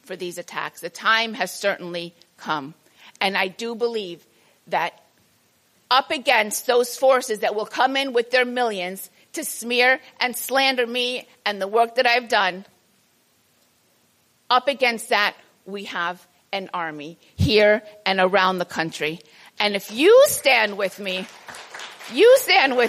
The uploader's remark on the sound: a presentation made at the 2022 Transcending the Israel lobby at Home & Abroad conference held on March 4 at the National Press Club